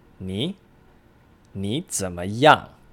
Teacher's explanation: that means that 你 actually is pronounced in the second tone